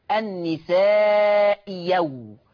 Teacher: حكم الهمزة الثانية الإبدال ياء مفتوحة، عشان كده بتقرأ النساء يو، النساء يو تبدل ياء مفتوحة.